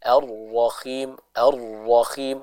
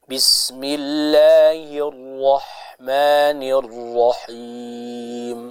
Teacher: harus dibaca dengan bersih suaranya. Jadi jangan sampai kita baca huruf ha itu seperti huruf kha. · Shown in: second take